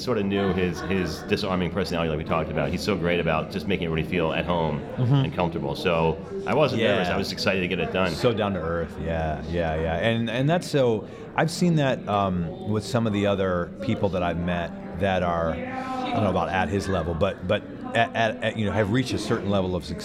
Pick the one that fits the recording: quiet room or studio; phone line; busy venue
busy venue